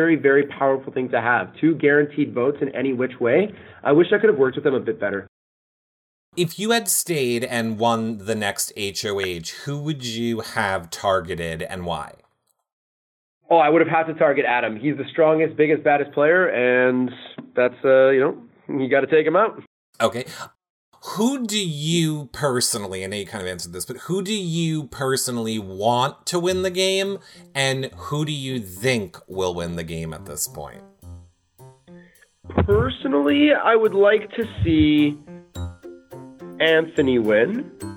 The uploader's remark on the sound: Phone Interview.